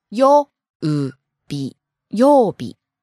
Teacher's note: So it starts high and goes low on the second syllable and stays low.